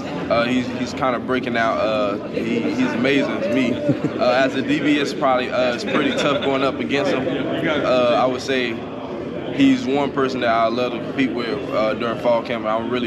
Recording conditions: busy venue